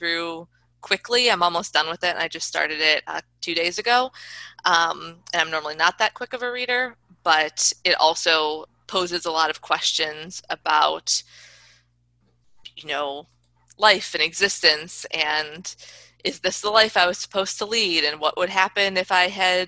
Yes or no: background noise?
no